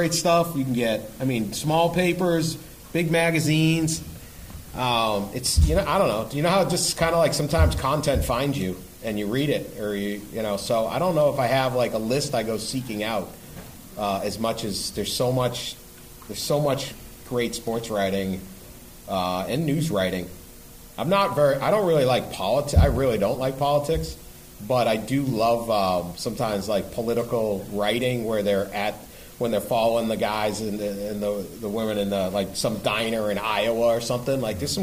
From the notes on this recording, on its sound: Live from the campus of Ohio University. Recorded before a live audience, we travel to Ohio University.